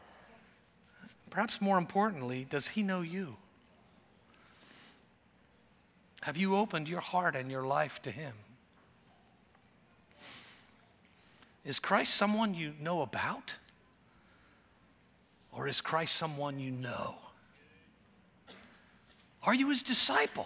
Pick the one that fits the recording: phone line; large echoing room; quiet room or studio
large echoing room